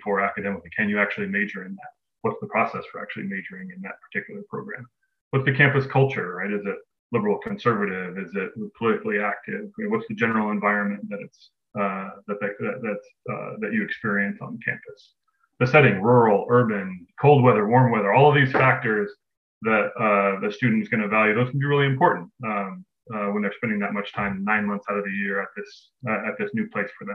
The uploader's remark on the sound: Webinar Recording.